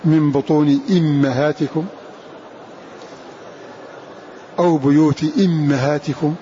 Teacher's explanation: فقرأ بكسر الهمزة وصلا في هذه المواضع